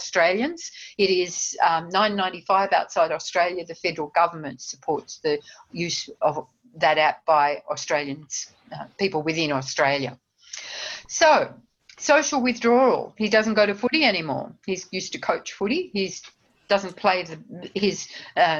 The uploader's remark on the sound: In this podcast, based on a recent webinar, our panel discusses.